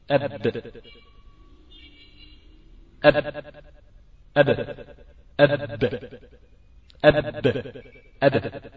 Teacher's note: تلاحظ أن الصوت انتهى بك من الشفتين · Term: مخرج الباء